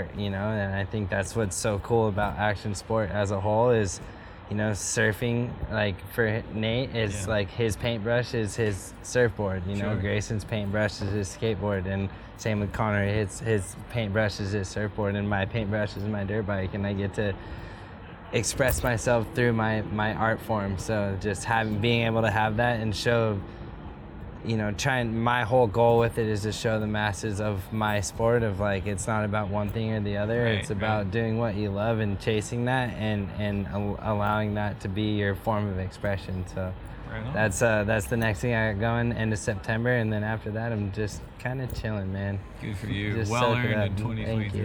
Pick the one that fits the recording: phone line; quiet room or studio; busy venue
busy venue